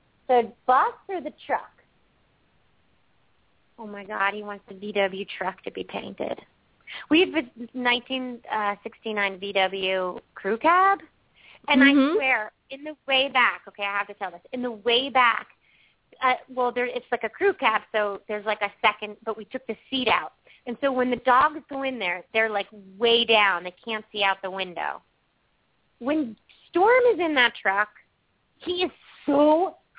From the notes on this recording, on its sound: Open up the lines for listeners to call.